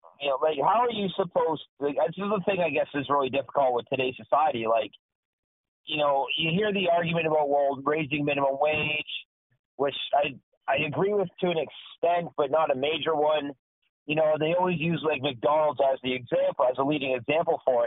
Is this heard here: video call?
no